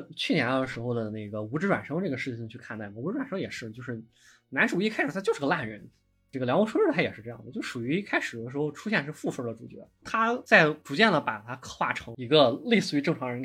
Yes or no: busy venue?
no